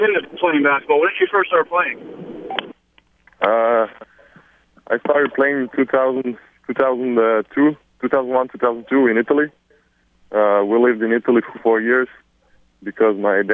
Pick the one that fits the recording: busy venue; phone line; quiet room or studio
phone line